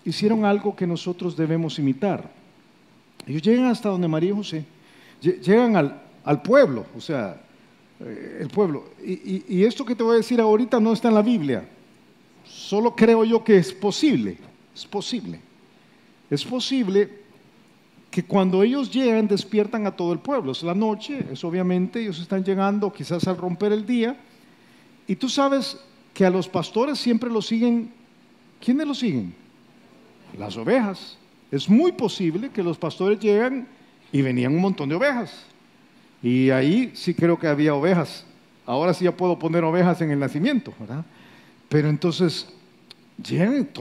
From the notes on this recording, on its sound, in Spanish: Grabado en vivo desde Campus Miralvalle, San Salvador.